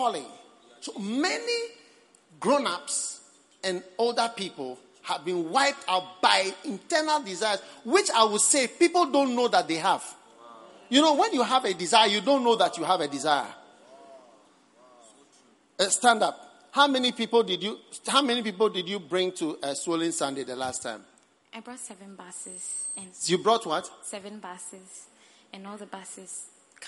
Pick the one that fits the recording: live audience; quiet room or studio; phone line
live audience